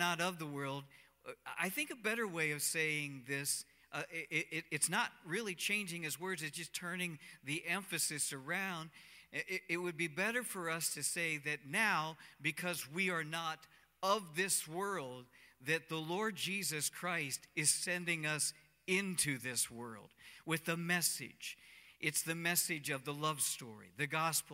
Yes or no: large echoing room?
yes